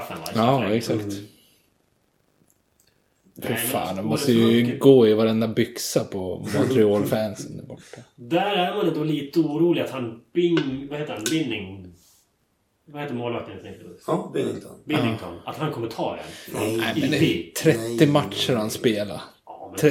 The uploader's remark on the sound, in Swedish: Lite kaxigt slänger vi igång micen utan någon som helst soundcheck, vilket tyvärr hörs. Lite taskigt ljud.